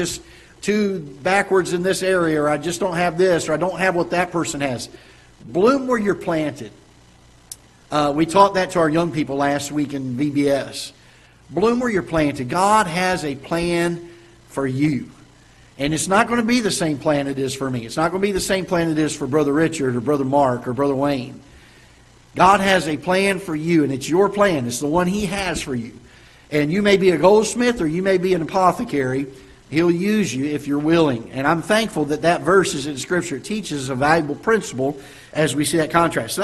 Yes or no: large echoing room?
yes